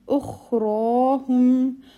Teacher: Ukh, alif, joined with the kha. And kha has a quality called rakhawa, where you will continue the sound a bit more than tawassut